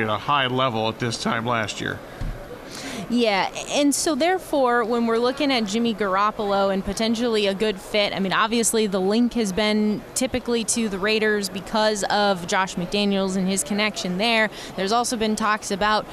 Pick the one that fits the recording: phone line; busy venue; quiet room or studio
busy venue